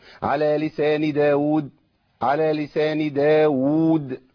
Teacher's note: واو متحركه وواو ماديه، ده بيسمى تمكين